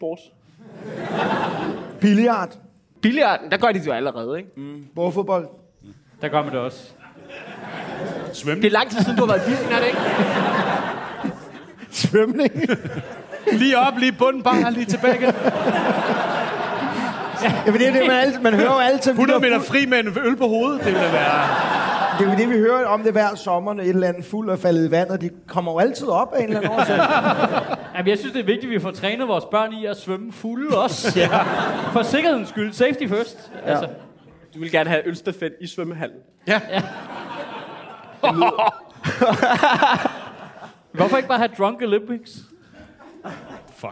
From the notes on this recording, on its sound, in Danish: Afsnittet er optaget live på Comedy Zoo